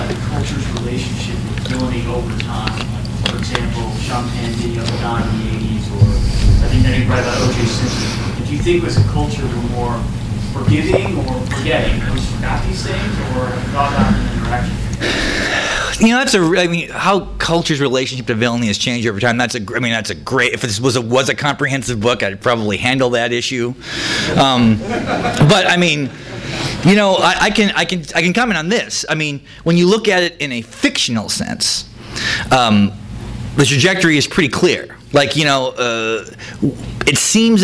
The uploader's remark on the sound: THIS EVENT WAS RECORDED LIVE AT SKYLIGHT BOOKS JULY 17, 2013.